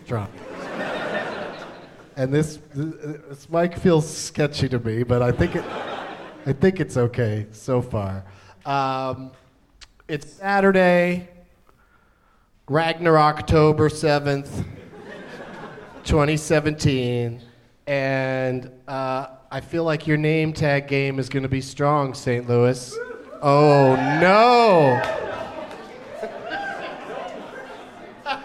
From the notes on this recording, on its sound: Live from Helium Comedy Club in St.